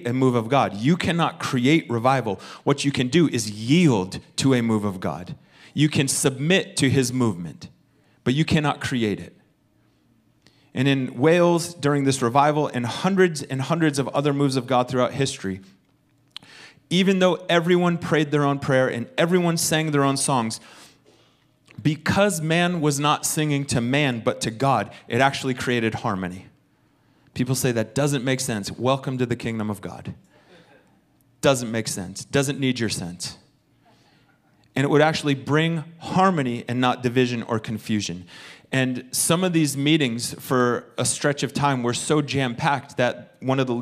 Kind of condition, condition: setting, large echoing room